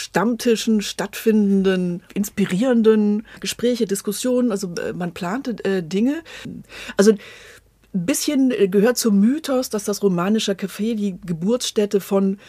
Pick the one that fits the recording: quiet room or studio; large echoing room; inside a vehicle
quiet room or studio